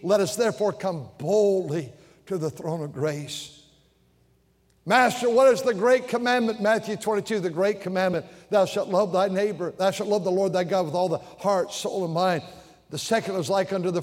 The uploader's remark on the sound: During the Sunday Evening service on April 23, 2023, at North Valley Baptist Church in Santa Clara, California.